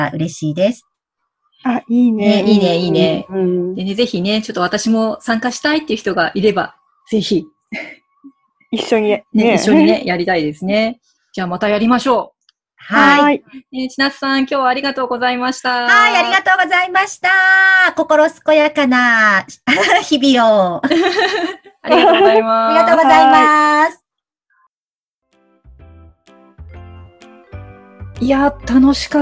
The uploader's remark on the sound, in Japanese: 今回は、Zoomでお茶会！